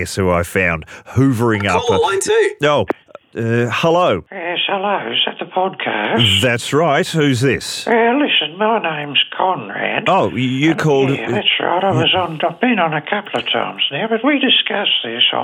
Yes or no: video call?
no